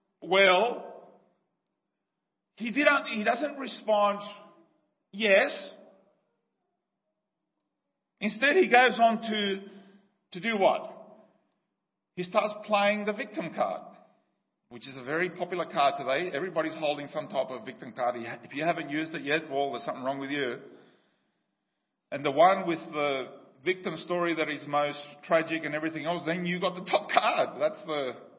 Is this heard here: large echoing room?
yes